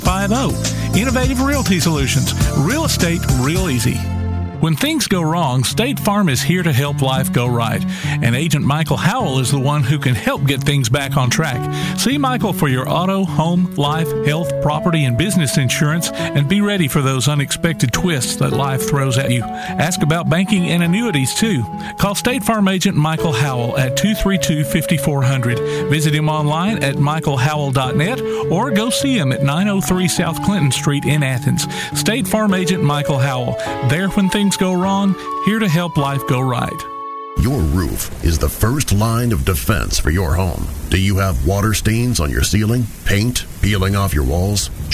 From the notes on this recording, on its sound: Live from the Limestone County Basketball Tournament at Ardmore High School